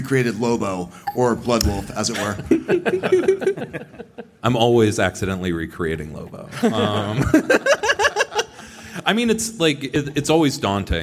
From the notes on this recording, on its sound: Recorded at San Diego Comic Con, July 2023.